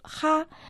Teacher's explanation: Первый иероглиф «ха» произносится в первом тоне.